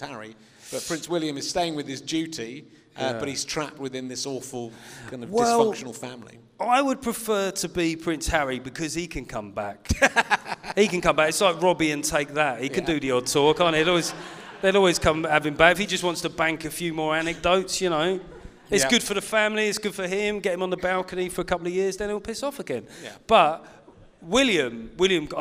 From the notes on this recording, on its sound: Back on stage in front of an actual audience at the wonderful Clapham Grand.